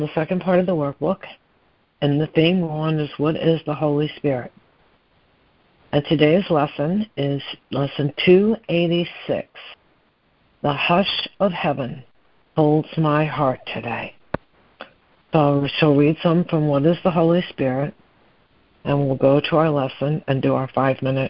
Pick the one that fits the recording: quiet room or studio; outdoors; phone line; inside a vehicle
phone line